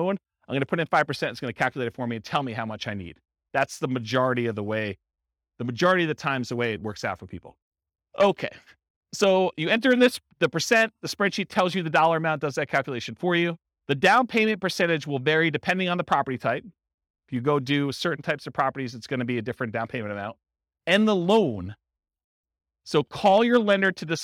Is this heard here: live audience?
yes